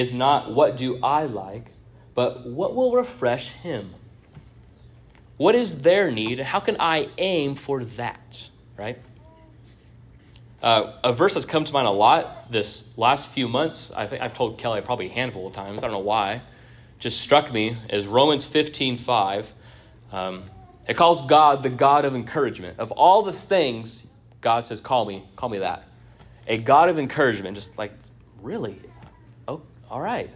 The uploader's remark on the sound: This sermon was first preached on 05-07-23 at Union Baptist Church in Orrick, MO.